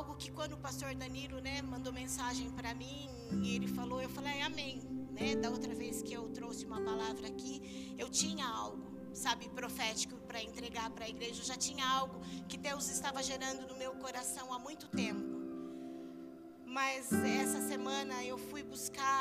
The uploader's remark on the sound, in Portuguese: Áudio do culto de domingo do dia 11/09/2022.